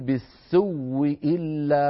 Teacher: نبدل الهمزة واو وندغم الواو في الواو فيصير النطق بواو مشددة